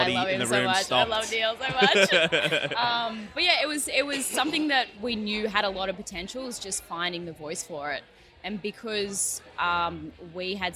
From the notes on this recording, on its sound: The episode was recorded at Burnley Brewing in Bridge Road, Burnley.